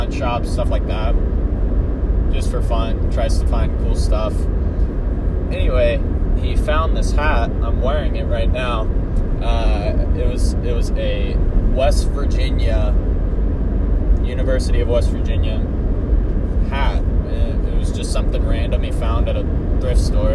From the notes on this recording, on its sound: Road trip to Oklahoma. Record a podcast for the fans since he got bored in the car and had no one to talk to.